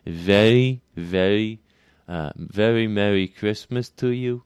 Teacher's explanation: I think this is more related to New York Jewish accents, so you get very, very, very Merry Christmas to you. That sort of soft, medial R between two vowels. · Term: soft, mushy R